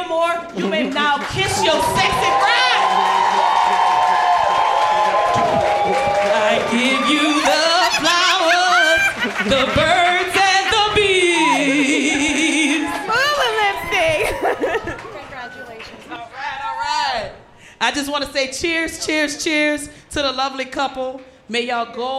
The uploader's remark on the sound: We're live from Hartbeat Weekend at Resorts World in Vegas